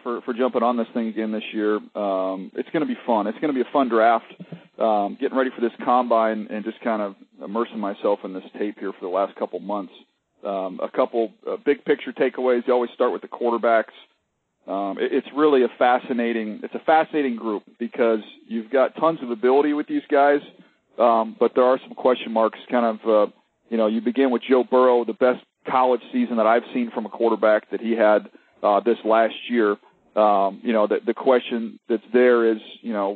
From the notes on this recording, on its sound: pre-combine conference call with the media!